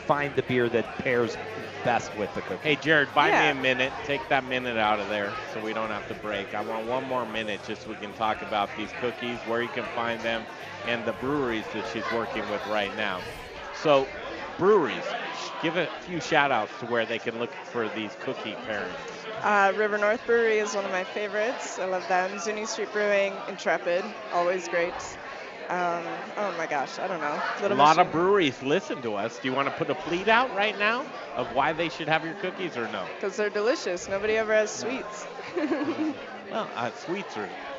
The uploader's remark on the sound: Live from Intrepid Sojourner Beer Project in Denver for their 2nd annual Gingerbread Invitational!